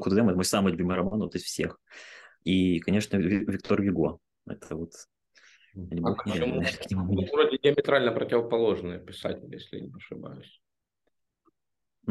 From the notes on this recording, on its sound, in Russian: в этом Zoom_подкасте